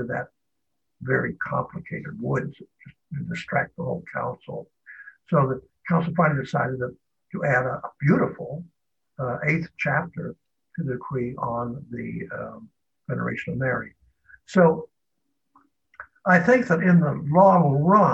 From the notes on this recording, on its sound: Originally delivered as a live webinar on November 1, 2020.